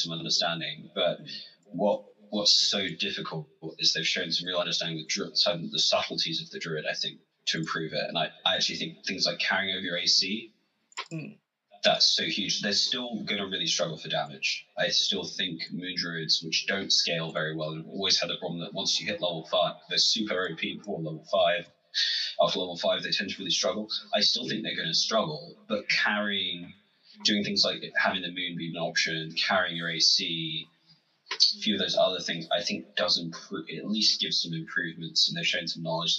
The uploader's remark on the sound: Apologies for some of the sound quality, this episode had to be recorded online. I did my best to keep level it in editing.